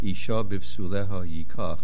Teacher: V'hu has a zakef gadol, v'hu, make sure there's a pause, and then isha b'psuleho yikach. You do not want to put v'hu and isha together to say, hu isha.